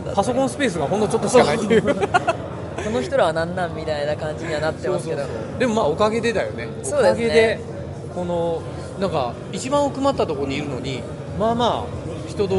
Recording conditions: busy venue